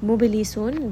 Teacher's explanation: ba here is going to have qalqala. Again, it is part of kutub jad, so do give it a little bit of bounce.